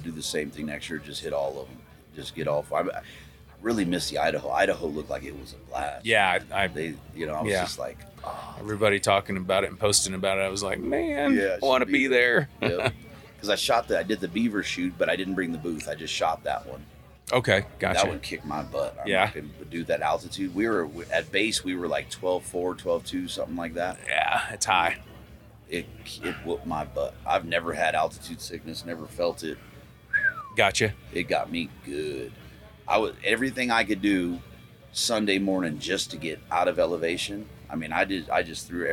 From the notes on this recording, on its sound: Live from Mountain Archery Fest